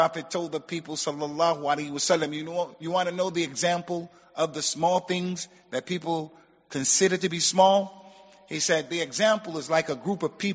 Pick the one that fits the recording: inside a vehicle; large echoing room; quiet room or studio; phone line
large echoing room